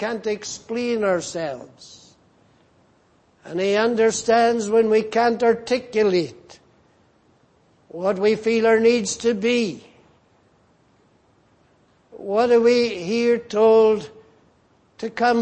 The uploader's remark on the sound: at the Lord’s Day Evening service on 18th February, 2024.